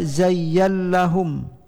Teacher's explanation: Iya, tapi Hamzah menurut qiraah perawi beliau dengan Khalad membaca zayyallahum. Ya, zayyallahum tidak di nunkan, di idgham, idgham ke dalam lam.